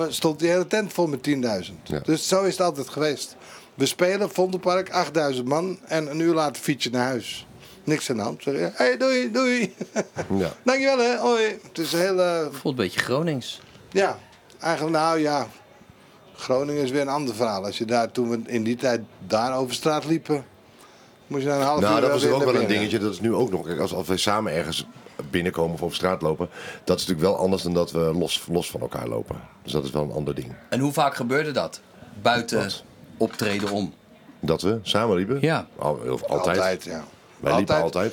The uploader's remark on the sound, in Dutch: De laatste aflevering van dit seizoen vanuit de Kleinste Kroeg tijdens De Vrienden van Amstel LIVE.